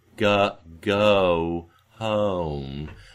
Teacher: And so, to my ear, those diphthongs are starting in a less rounded place, closer to perhaps what I think of as the IPA hut vowel · Term: less rounding